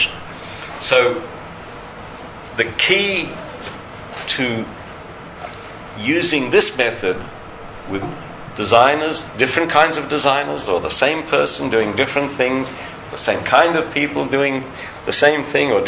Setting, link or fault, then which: setting, large echoing room